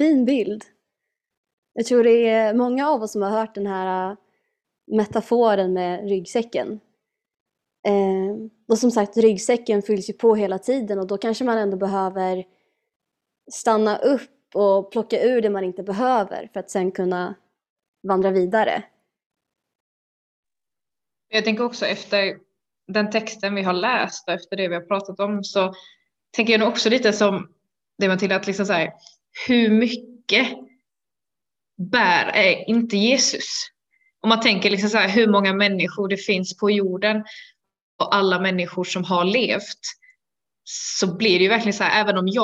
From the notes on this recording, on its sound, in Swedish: Denna månads avsnitt är inspelat via Zoom.